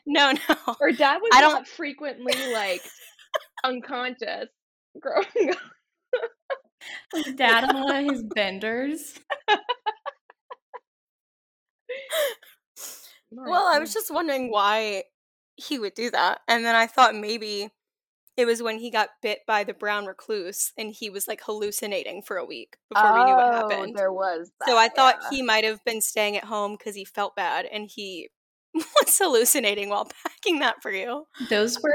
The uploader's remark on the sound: (Test Episode - Poor Audio).